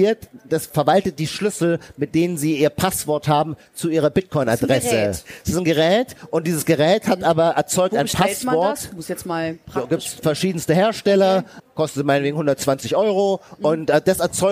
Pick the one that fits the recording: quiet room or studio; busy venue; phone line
busy venue